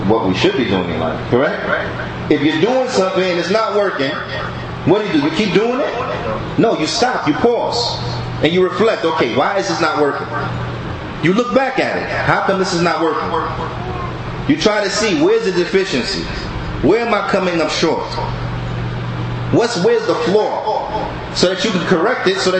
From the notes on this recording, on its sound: Lecture From The Benefits Of Ramadan Conference At Masjid Bani Adam, Newark, NJ